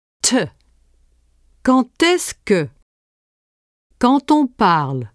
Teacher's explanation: In liaison, the D of quand is pronounced T.